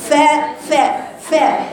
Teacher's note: جريان الصوت وجريان النفس في الفاء